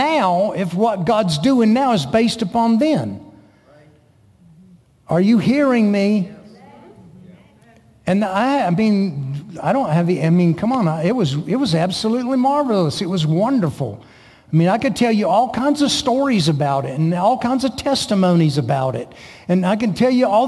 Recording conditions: large echoing room